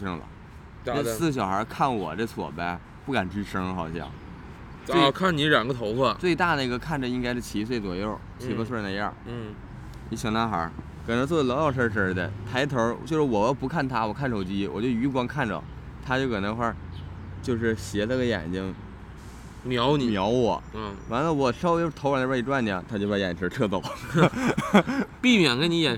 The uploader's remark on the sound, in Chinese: 这一期我俩录制条件有点特别，在公园录的，过程中刮风又下雨的，大家听着可能会有点奇怪。